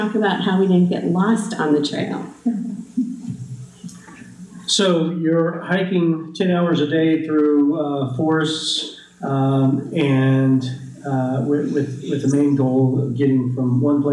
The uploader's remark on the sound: This presentation was recorded January 31, 2019 at the McMillan Memorial Library.